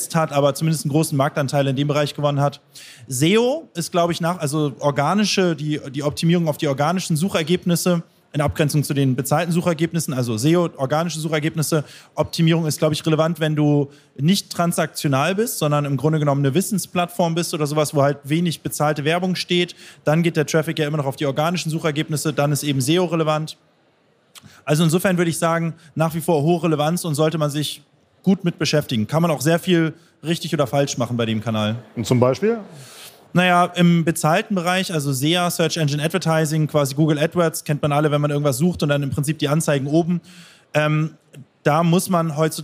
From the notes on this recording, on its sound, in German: Live auf der OMR Bühne auf der OMR22.